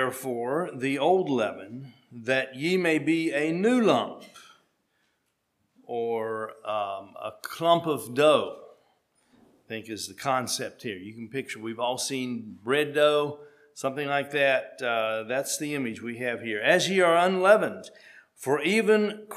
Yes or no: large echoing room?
yes